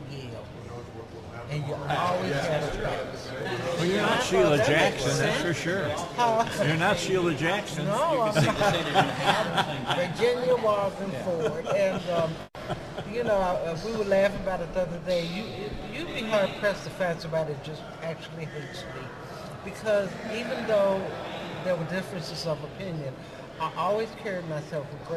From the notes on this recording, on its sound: Live from the state capitol today for the first in four years.